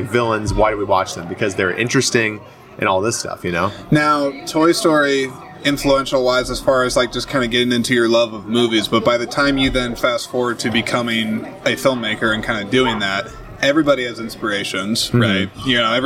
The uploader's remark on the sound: This episode is the second in a series of exclusive conversations that were recorded on site at the 16th Annual Iowa Independent Film Festival. This episode was also my first to be recorded outside! Specifically at 173 Craft Distillery in Clear Lake, IA.